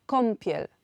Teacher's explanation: Przed p, b samogłoskę on wymówimy jako om, na przykład kąpiel